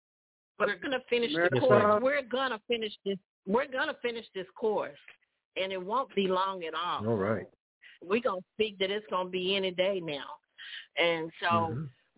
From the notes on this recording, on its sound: TNTSuperfantastic Conference Call